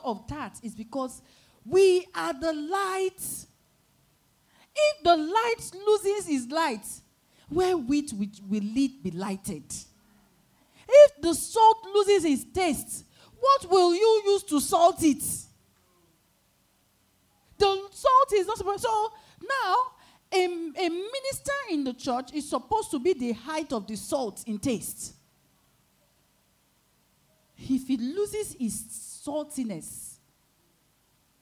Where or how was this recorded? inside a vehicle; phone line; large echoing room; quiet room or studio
large echoing room